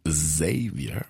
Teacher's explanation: Meine Mutter sagt eben dieses stimmhafte S, Xavier, weil da, wo sie herkommt, also in Südafrika, wird es halt so gesprochen